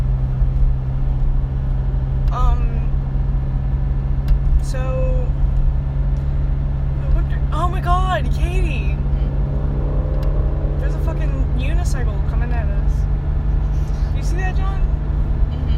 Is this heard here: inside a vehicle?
yes